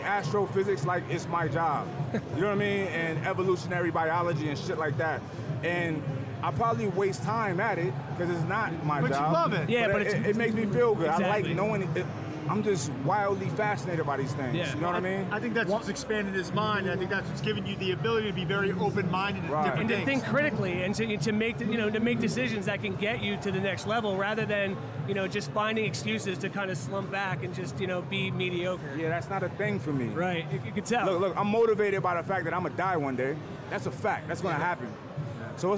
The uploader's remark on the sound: Reps Live From Olympia